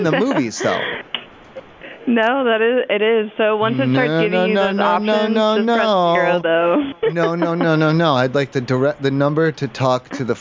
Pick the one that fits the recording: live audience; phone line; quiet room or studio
phone line